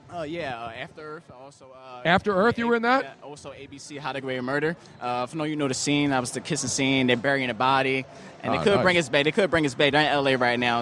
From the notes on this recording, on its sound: We are LIVE at XFinity Philadelphia for the Red Carpet Premiere